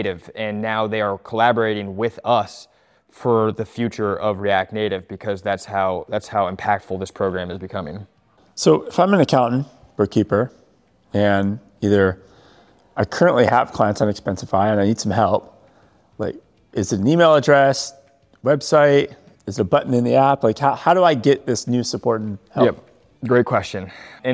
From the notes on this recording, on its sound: Recorded live at ExpensiCon.